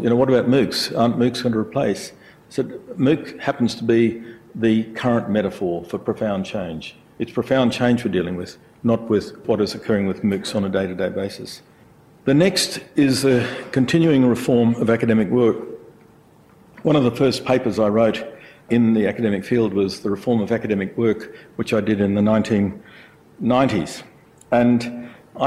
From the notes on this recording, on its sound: IFE Grand Challenge Lecture, recorded 11 August 2017 at QUT